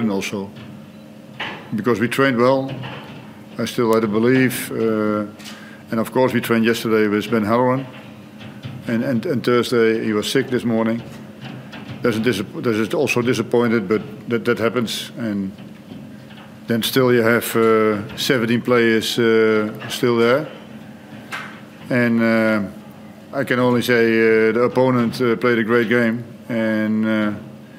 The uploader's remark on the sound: Post-match Press Conference